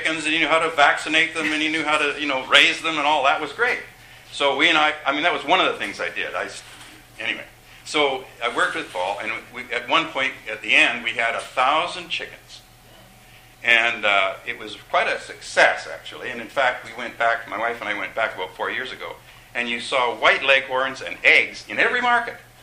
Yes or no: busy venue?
yes